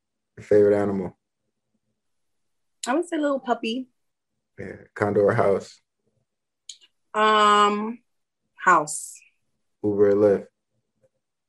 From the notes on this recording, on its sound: interview on The Leo Black Show zoom